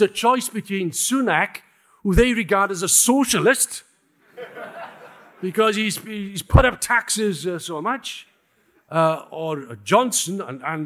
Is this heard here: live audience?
yes